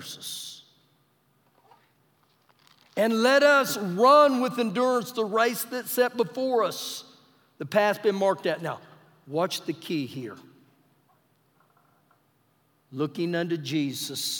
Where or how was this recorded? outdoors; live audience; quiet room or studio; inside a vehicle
live audience